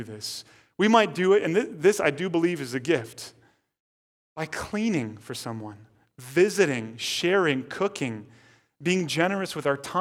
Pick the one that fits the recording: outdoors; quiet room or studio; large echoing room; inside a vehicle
large echoing room